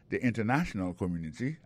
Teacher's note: The international community. Alors accent tombé sous troisième syllabe là.